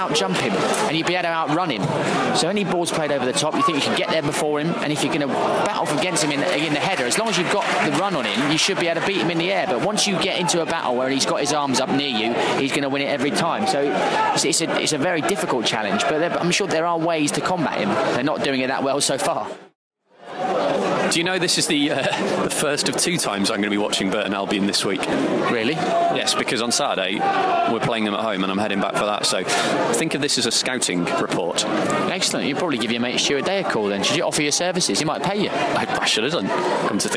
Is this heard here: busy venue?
yes